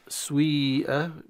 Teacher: كذلك سيئة كذلك من الكلمات التي فيها أكثر من قراءة، سيئة بالكسرة أو سويئة بضمة ابتداء انتقالا ثم إلى كسرة، يعني الحرف الأول ينطق بحركتين مركبتين